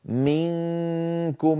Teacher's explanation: منكم، لاحظوا بأنني أنتقل من مخرج الميم في كلمة منكم إلى مخرج الكاف مباشرة، وعليها تماما، على الكاف تماما، لأن الكاف مخرجها بعيد، مخرجها من أقصى اللسان، فلا لا أهيئ الفم عند المخرج، بل آتي إليه مباشرة.